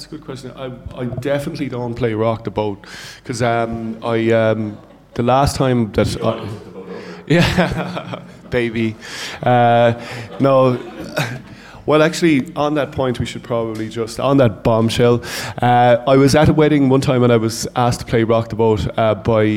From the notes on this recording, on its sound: live at It Takes A Village